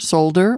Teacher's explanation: Do we keep the L in solder, as Brits would prefer, solder, or do we discard it, as Americans often do when discussing it?